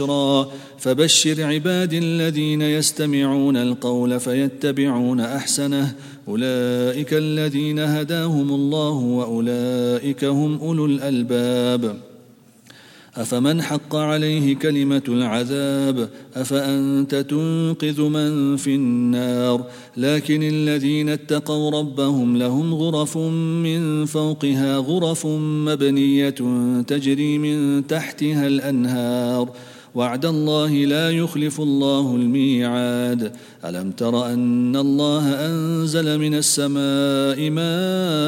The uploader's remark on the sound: At the Houghton Masjid (West Street).